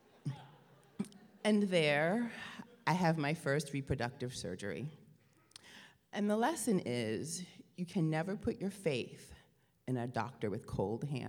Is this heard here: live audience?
yes